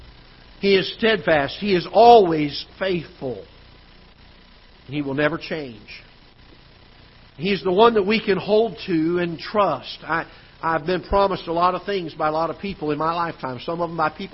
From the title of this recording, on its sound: Ketha Heights Baptist Church ~ Live Broadcast